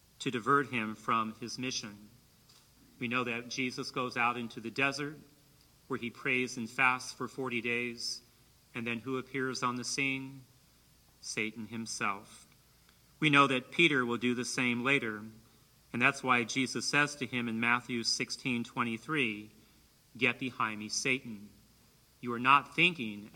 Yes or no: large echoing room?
yes